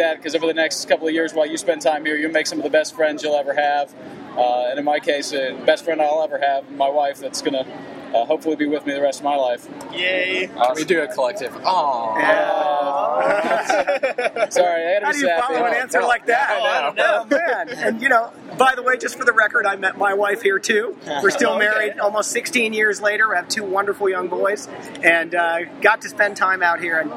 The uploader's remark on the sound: ESPN Game Day is here in Lubbock, TX and we here at Bad Philosophy are pleased to bring you this final chapter in the RaiderVille Diaries series from the line outside Jones AT&T Stadium.